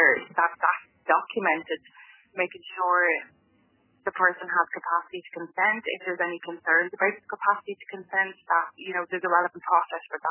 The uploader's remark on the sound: The conversation is our raw and unedited phone conversation.